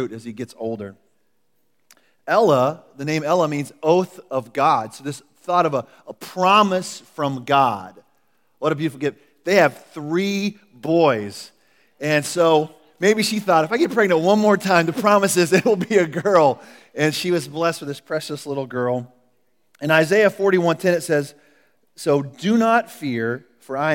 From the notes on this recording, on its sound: Recorded at The Calling Community Church located in Platte City, Missouri. Service are held in the Platte County High School Auditorium.